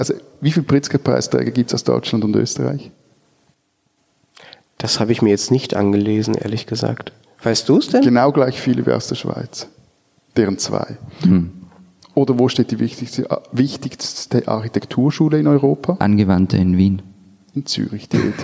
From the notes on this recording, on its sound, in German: Live aufgenommen in der Fondation Suisse in Paris. Ein Gebäude, gebaut vom Schweizer Star-Architekten Le Corbusier.